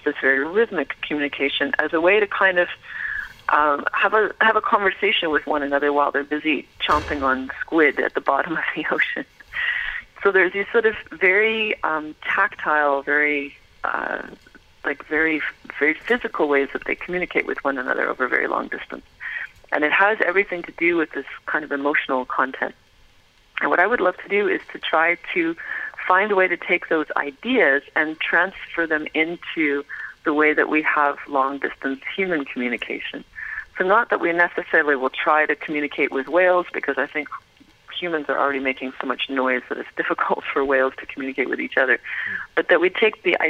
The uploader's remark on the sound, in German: Am Telefon, als sie gerade Santa Cruz (Kalifornien) unsicher machte.